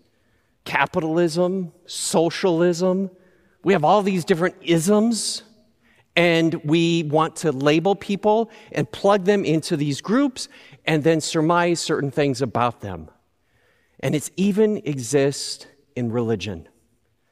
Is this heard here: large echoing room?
yes